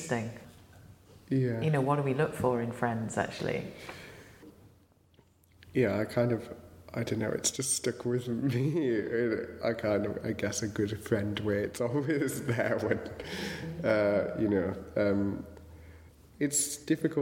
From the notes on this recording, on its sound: At St Chad’s College Chapel, as part of Durham Book Festival in October 2015. The Poetry Exchange at St Chad’s College Chapel, as part of Durham Book Festival in October 2015. We’re very grateful to Durham Book Festival, New Writing North and St Chad’s College for hosting The Poetry Exchange.